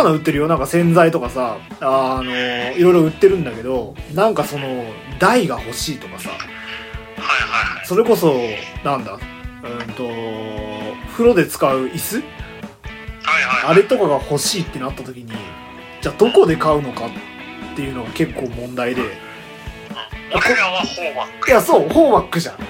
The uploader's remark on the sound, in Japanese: 録音機材：iPhone7